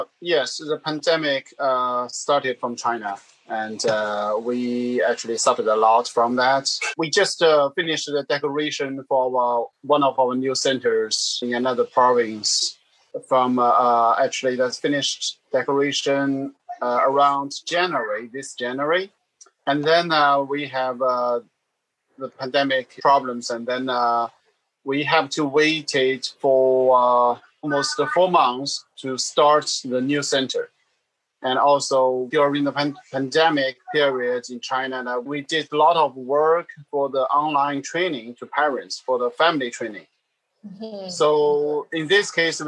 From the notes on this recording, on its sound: Throughout this time, we’ve continued to meet with our partners every month over large Zoom calls. As one could expect from a live call with 13 participants from 13 different locations across the world, we had some sound issues, but we have done our best to correct them for this podcast.